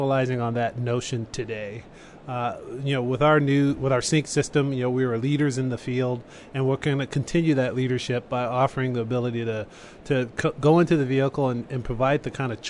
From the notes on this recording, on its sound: Live in Barcelona for Mobile World Congress 2015